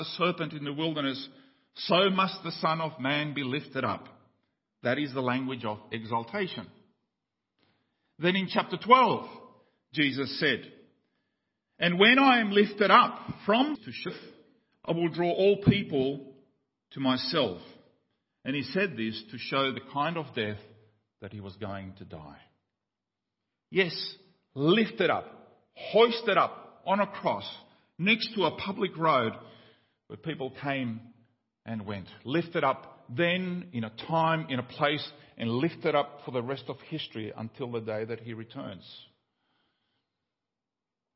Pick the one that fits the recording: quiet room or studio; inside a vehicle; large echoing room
large echoing room